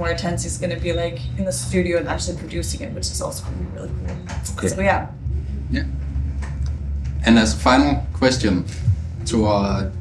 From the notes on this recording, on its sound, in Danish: Lørdag aften på Reeperbahn Festival.